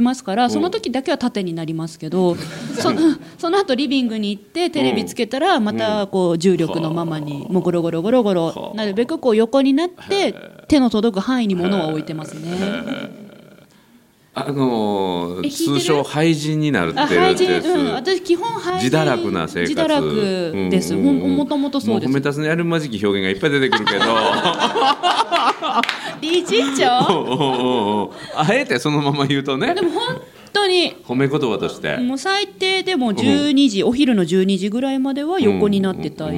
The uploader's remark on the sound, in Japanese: 6月に大阪で行われた公開収録。急遽、当初予定になかった３本目を追加収録しました。